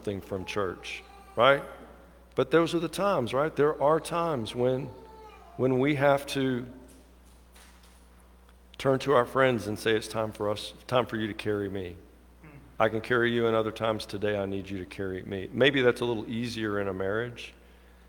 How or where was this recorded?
large echoing room